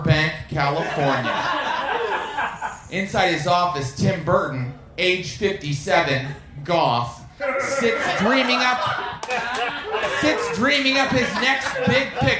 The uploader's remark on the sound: Recorded live at The Virgil in Los Angeles.